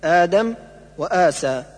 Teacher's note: أبدلت الهمزة الثانية الساكنة ألفا لأن الألف يناسب الفتحة · Term: مد البدل